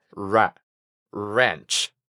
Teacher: Podemos decirla con una A relajada, ra, ranch.